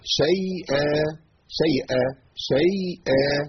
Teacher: الياء عندي هنا حرف ساكن مرقق